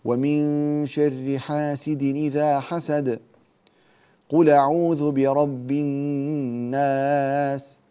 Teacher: الوقف على آخر السورة الأولى بتنفس